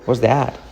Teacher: La T la omitimos, ¿vale?